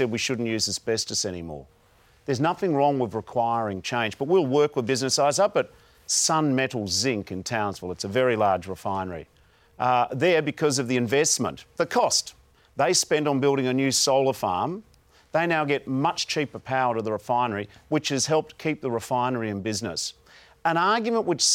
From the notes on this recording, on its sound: in a live town hall event at Seven West Media's studios in Perth